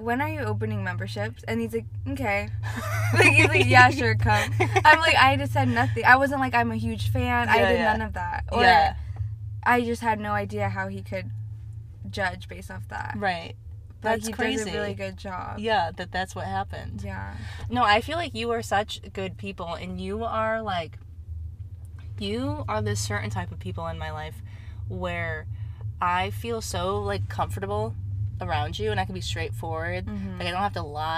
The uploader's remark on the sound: We are in the car next to a Starbuck's Drive Thru after all.